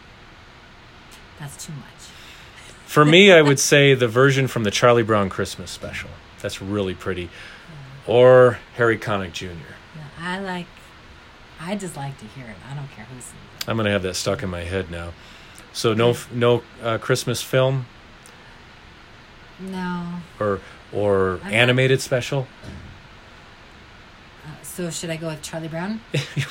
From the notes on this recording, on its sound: That sound you might hear in the background is a fan we were unable to turn off. This is the first podcast I recorded with the guest in the room with me (we recorded in her studio).